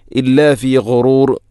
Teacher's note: ഗൈന്, ഗൈ ഗോ, തൊണ്ടയുടെ ഏറ്റവും മുകൾ ഭാഗം